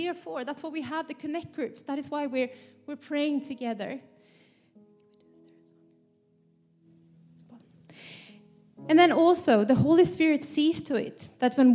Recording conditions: live audience